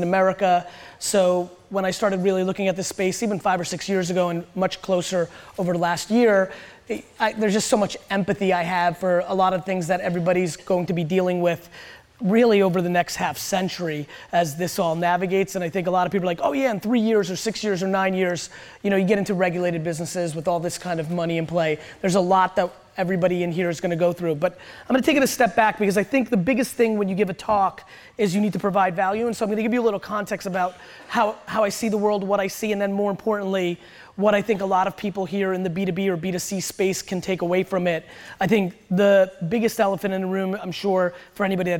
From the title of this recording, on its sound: Keynote at Hall Of Flowers